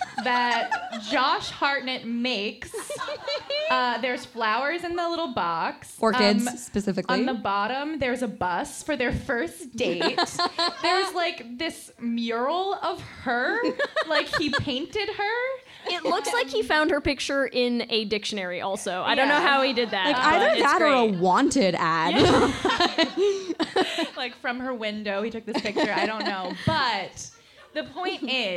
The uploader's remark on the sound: LIVE from the Virgil. LIVE in Los Angeles at the Virgil.